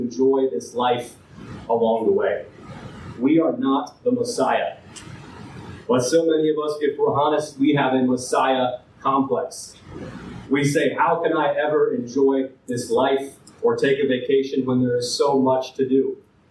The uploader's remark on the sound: This file has damaged audio quality.